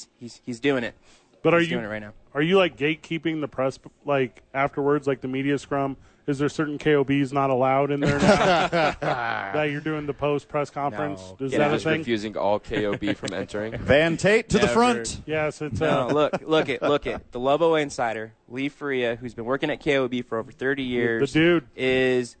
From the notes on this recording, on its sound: live from The Duke Store with friends of the show